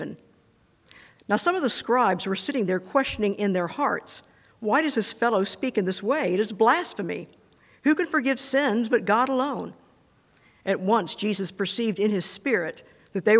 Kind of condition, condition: setting, large echoing room